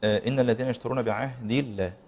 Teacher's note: تفخيم اللام بعد الكسر لا يجوز، او لا، خطا شائع جدا بعد الكسر في اسم الجلاله